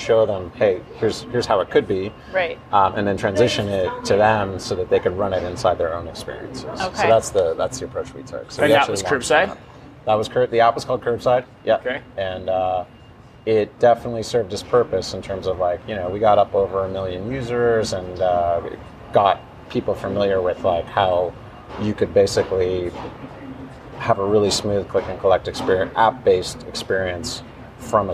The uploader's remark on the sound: Live from Groceryshop.